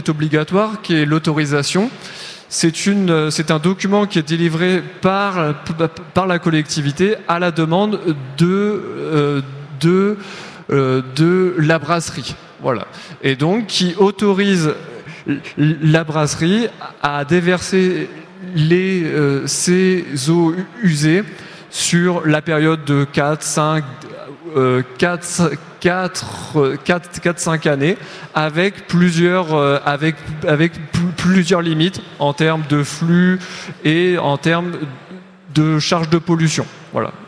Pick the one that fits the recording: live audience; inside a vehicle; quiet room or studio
live audience